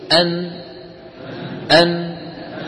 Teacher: جزء لساني من طرف اللسان يقرع ما يحاذيه من غار الحنك، ويصاحب ذلك غنة من الخيشوم · Term: حرف النون